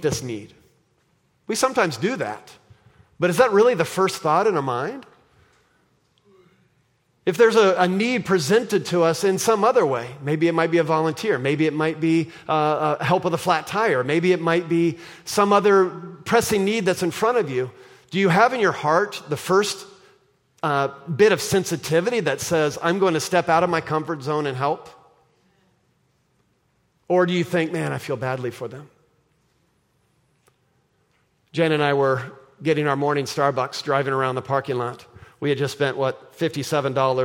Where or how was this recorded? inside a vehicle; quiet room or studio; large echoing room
large echoing room